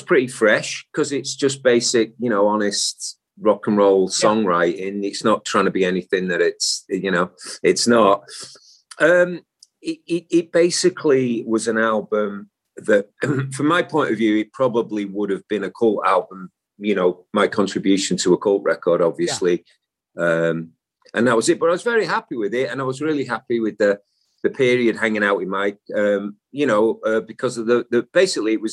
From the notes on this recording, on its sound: The Zoom Room.